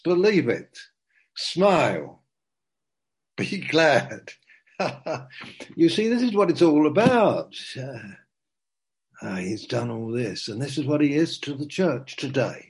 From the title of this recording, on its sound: Zoom - Teign Valley Sessions